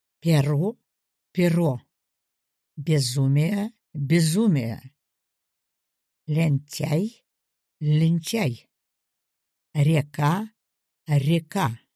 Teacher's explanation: Согласные звуки смягчаются, следом в написании идут ютированные «е», «я». Тогда в первом предударном слоге на месте «е» произносится звук средний между «е» и «и»